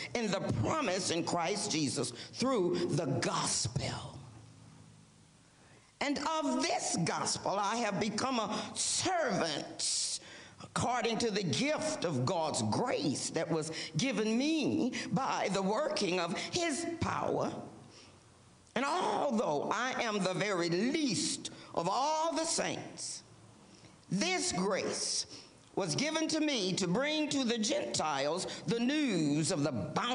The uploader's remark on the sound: First United Methodist Church of Pacoima for a special recorded live service on June 25, 2023. We are located at 12550 Van Nuys Blvd.